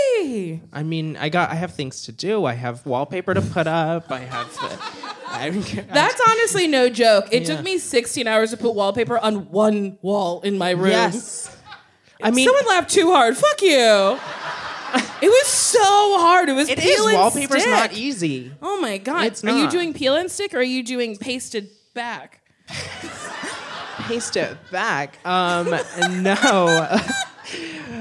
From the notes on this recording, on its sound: A supersized live episode of the podcast! Recorded live at The Elysian.